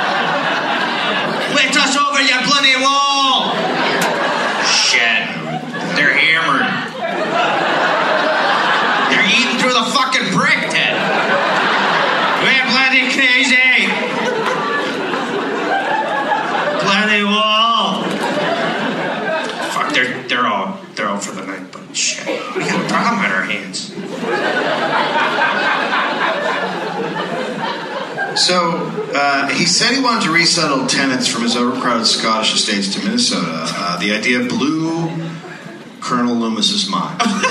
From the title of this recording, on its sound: Live in Minneapolis